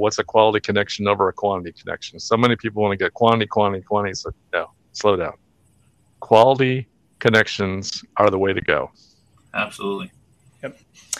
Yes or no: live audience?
no